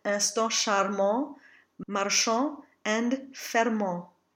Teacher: The ending A-N-T will always be the A nasal, as we see here in instant charmant, marchant, and fermant.